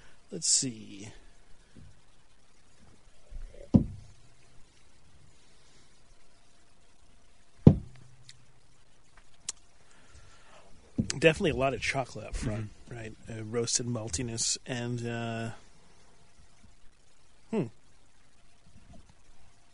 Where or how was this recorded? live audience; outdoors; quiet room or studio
outdoors